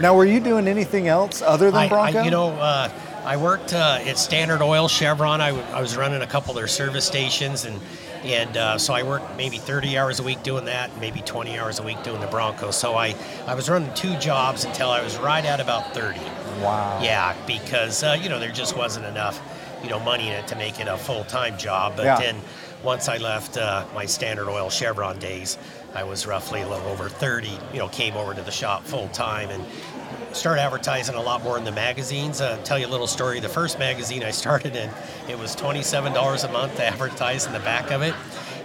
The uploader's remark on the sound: This episode of the Broncast was recorded during the 2023 Gala event at their new amazing sales showroom and 70,000 square foot parts warehouse in Medford, Oregon.